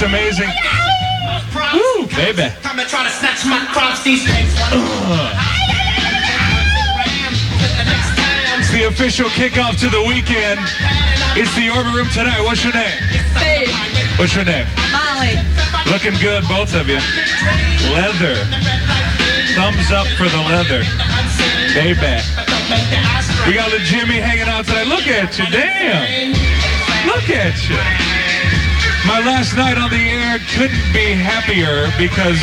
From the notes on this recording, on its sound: This was a &#8220;live to air&#8221; program hosted from a club named The Orbit Room. WSNX 104.5 – Grand Rapids, MI. This was a “live to air” program hosted from a club named The Orbit Room.